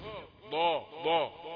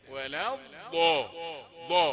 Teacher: من صفات الضاد انها ايه؟ رخوة، وفي نفس الوقت فيها استطالة